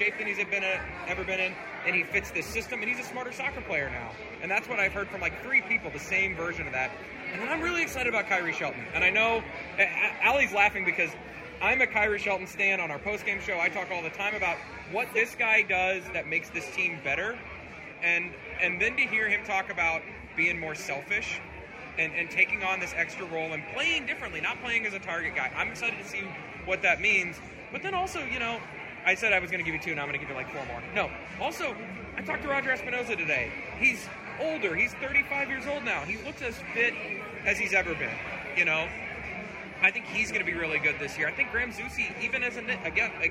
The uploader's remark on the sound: Recorded this week's show at Tuesday's STM event at J.